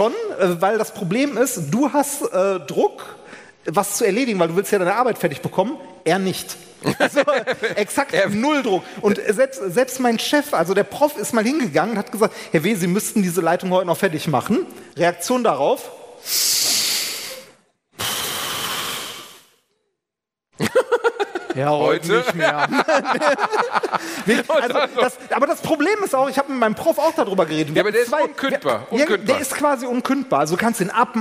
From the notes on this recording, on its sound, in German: Live Mitschnitt von AAA-Live aus Bielefeld.